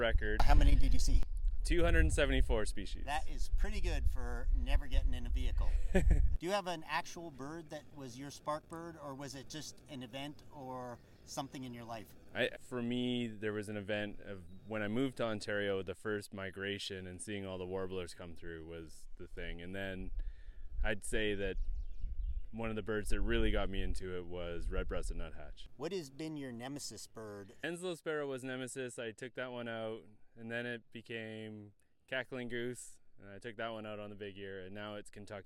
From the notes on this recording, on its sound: I took my recording device on the road to Point Pelee National Park, Long Point and Rondeau Provincial Parks and City View Park in Burlington, Ontario. I walked up to birders I have never met and birders I have known or at least seen on the trails.